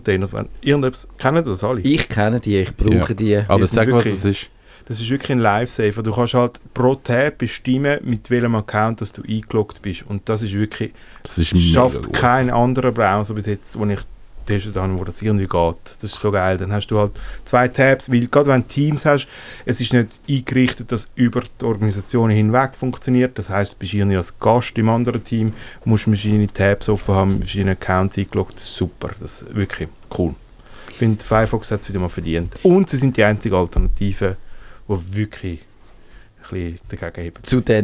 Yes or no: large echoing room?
no